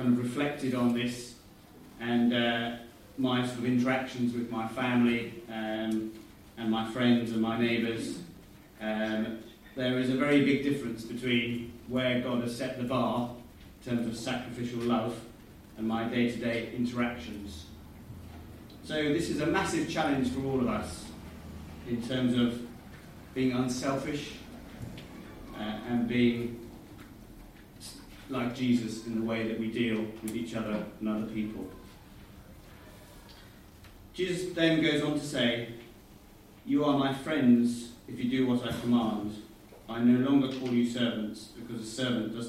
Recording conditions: poor sound quality